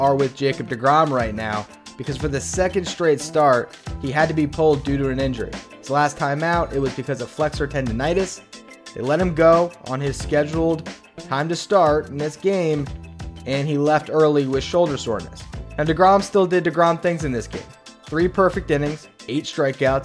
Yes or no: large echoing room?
no